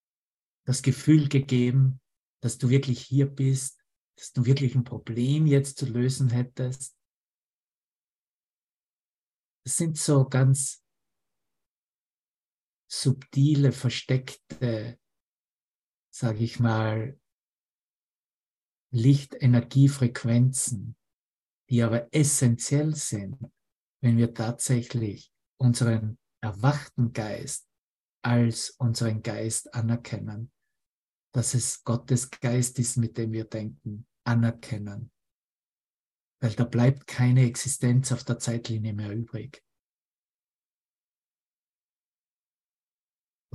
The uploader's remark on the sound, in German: Zoom-Session. Veranstaltet von der Aleph Akademie.